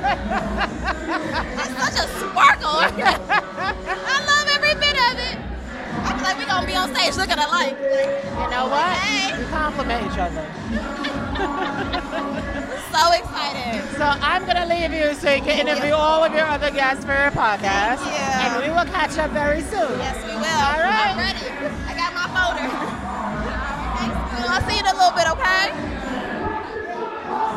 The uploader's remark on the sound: LIVE from The FASHION 500 Gala. Short interviews with Honorees, Designers, and Fashion industry professionals!